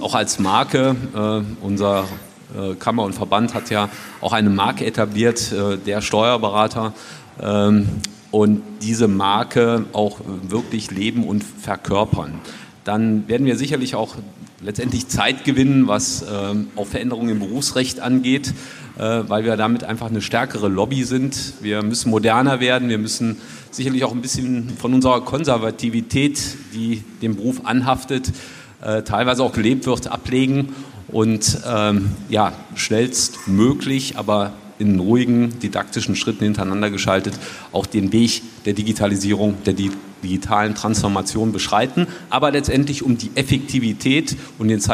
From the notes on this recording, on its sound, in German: Ein Mitschnitt von der Celler Steuerfachtagung. Wir waren zu Gast auf der Steuerfachtagung Celle. Dort auf der Bühne zu stehen, war eine Premiere für mich.